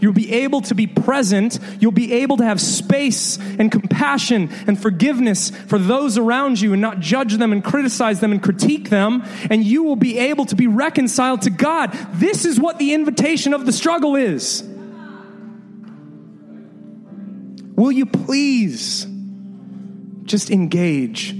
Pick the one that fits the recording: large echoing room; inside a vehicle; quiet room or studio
large echoing room